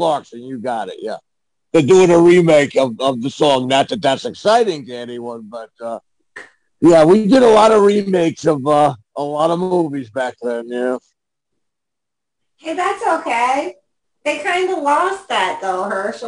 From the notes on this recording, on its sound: our 9/11/2022 Zoom Show